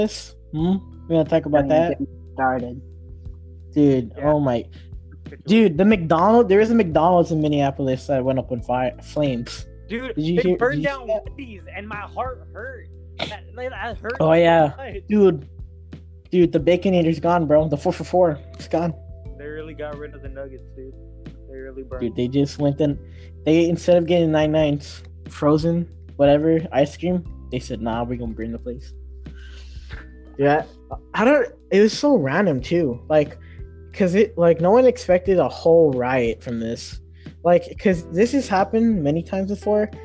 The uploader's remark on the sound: Sorry for the audio im trying to get a microphone.